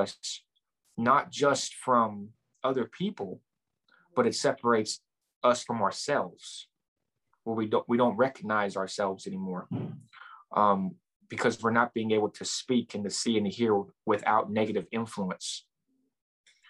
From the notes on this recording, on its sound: Recorded 12.22.2021 from Raleigh, NC & Lumberton, NC on Zoom